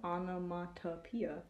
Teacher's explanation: There's, like, no T in the word, but there is literally a T right in the middle, and you can't hear it, so. Onomatopoeia.